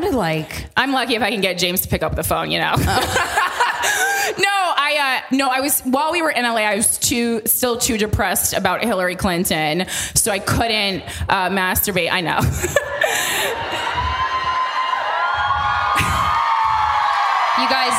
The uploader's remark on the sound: Live from Chicago. Live episode. Bring to the stage listeners.